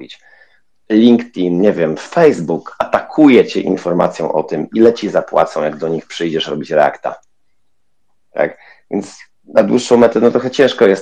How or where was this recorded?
video call